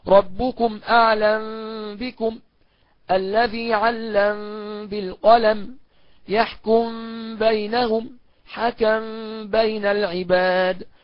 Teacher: إخفاء للميم في الباء بعد ما يسكنها